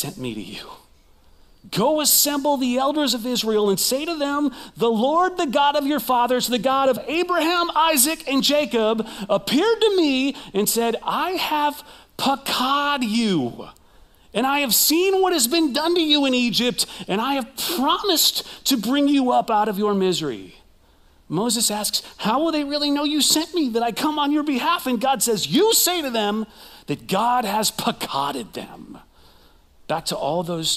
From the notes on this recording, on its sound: Recorded live at CrossWinds Church